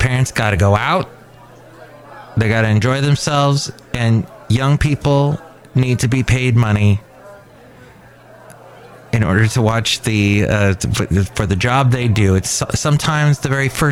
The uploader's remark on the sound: podcasts live from Café Anyway